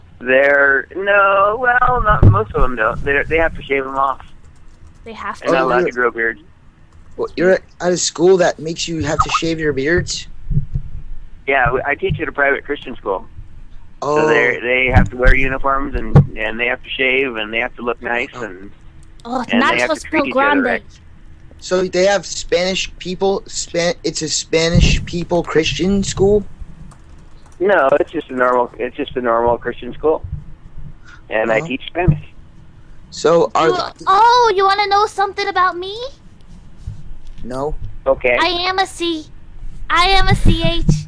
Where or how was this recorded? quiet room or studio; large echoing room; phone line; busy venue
phone line